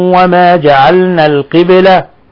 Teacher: باء ساكنة تقلقل في لفظ القبلة